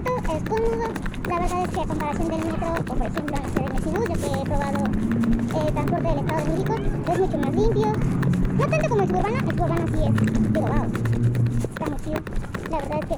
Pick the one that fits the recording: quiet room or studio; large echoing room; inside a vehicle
inside a vehicle